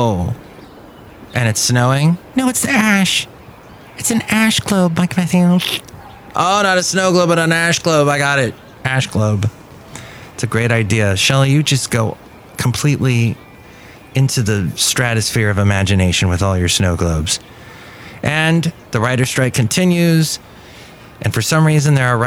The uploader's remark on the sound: podcasts live from Café Anyway